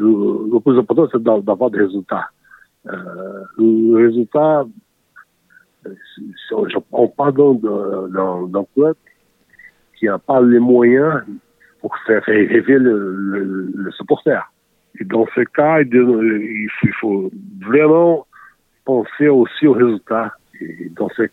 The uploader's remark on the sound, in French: Il nous a répondu par téléphone depuis son pays.